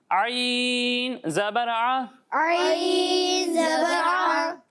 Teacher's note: اسی طرح ایک حرف ہے حمزہ، اور دوسرا حرف ہے عین۔ جب ہم ہا اور عین کی ادائیگی کریں گے تو ان دونوں کو حلق کے درمیان والے حصے سے پڑھیں گے